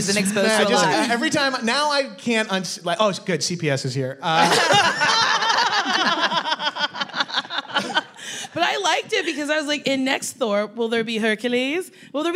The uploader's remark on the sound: Live at Comic Con. Ok, wow, it’s Headgum’s first ever Comic-Con live event! This special bonus episode taped live at San Diego Comic-Con.